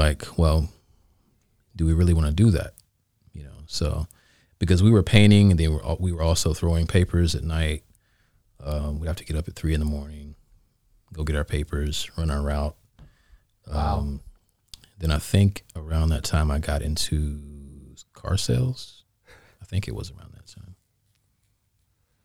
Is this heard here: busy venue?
no